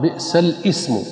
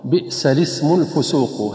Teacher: ومن الكلمات التي تنطق خطأ كلمة بئس الاسم الفسوق بعد الإيمان، فينطقها البعض بئس الاسم، حيث ينطق بالهمز. والصواب أن تنطق اللام مكسورة · Shown in: second take · بئس الاسم الفسوق هكذا مع تحريك اللام، بئس الاسم الفسوق، تحريك اللام بالكسر.